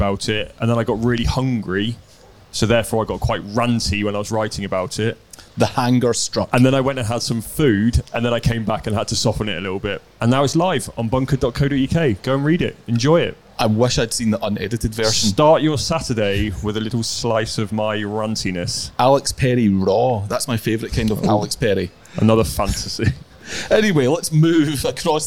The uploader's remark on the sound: The Open Commute - Round 2 recap - LIVE from Royal Liverpool. The 151st Open Championship has reached the halfway stage.